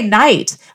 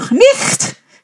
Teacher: you dropped the K and the H sound and you changed the vowel · Shown in: first take